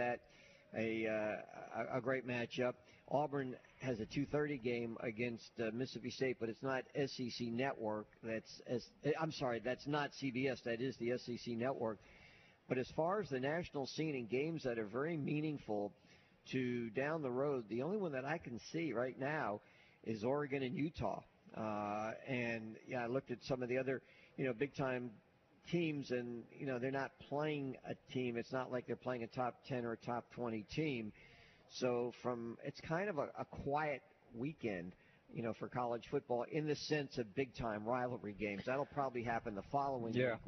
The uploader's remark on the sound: LIVE at Baumhower's Victory Grill